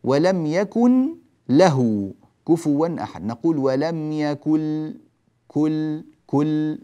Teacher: والثاني إدغام يعني الحكم الثاني من أحكام أقسام الإدغام هو الإدغام بغير غنة، ويكون مع اللام والراء، فتذهب ذات النون وتذهب غنتها بالكلية